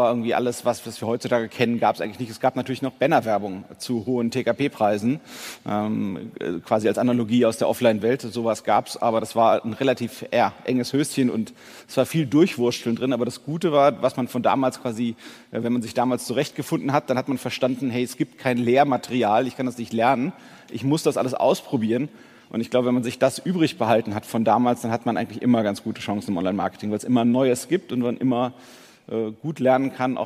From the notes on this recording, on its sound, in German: Beim Onsite-Comeback der OMKB im April 2022 in Berlin.